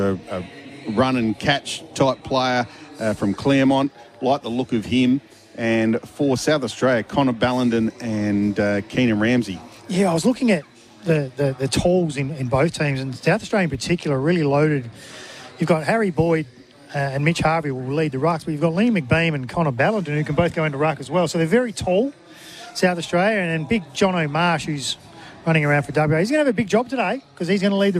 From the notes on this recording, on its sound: All the action live from Adelaide Oval for SEN.